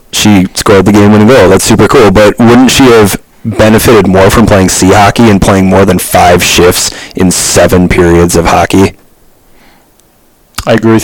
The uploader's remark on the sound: the audio is a little loud and distorted